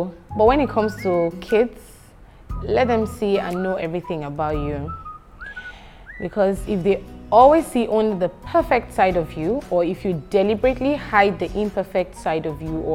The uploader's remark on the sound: This is a workshop for parents and teachers at the 3rd Akada Children's Book Festival.